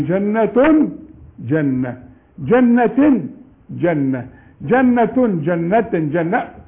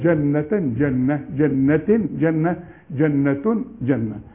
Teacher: اما التاء المربوطة بقى، التاء المربوطة عليها فتحتين، عليها كسرتين، عليها ضمتين، عند الوقف تديك هاء